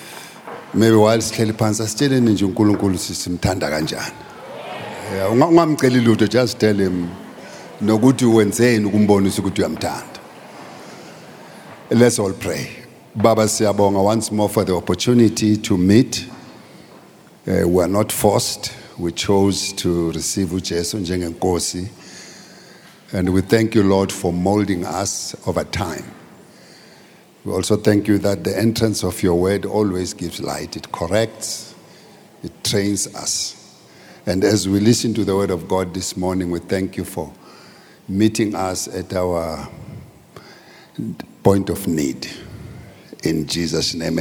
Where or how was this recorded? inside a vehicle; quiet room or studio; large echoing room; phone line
large echoing room